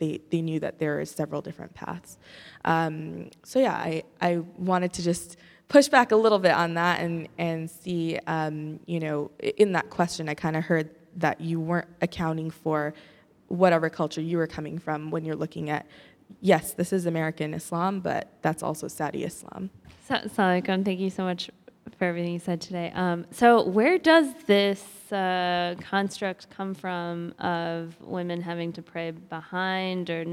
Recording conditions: live audience